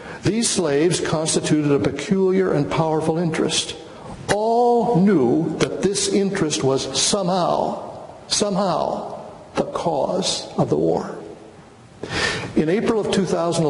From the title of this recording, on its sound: Chapel Lecture